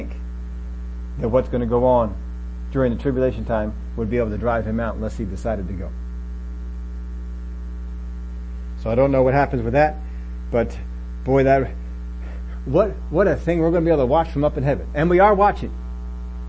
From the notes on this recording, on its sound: Had to pull this from the Facebook recording so there is a bit of a hum.